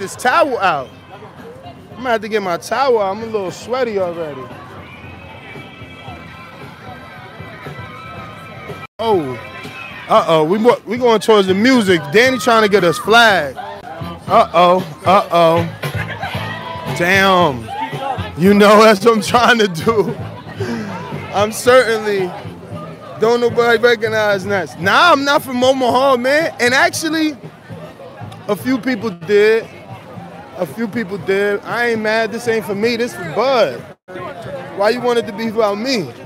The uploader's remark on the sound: Live from Omaha Parade